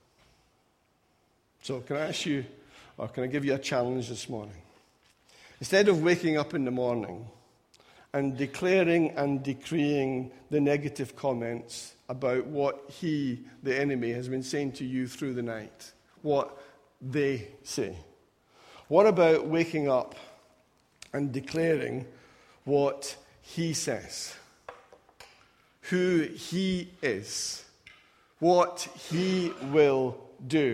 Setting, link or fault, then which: setting, large echoing room